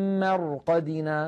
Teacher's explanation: نلاحظ هنا الراء ساكنة قبلها مفتوح فنفخمها وكأنها راء وكأنها مفتوحة